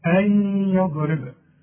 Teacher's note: خد بالك في ناس بتقول يضرب يضرب والضاد لا تقلقل في القرآن. يبقى احنا هنسكن الضاد.